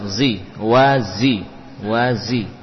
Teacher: sofir pada za perlu diperjelas